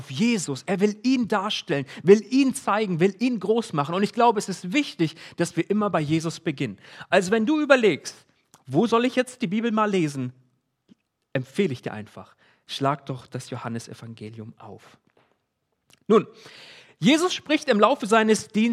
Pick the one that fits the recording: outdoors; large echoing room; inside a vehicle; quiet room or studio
large echoing room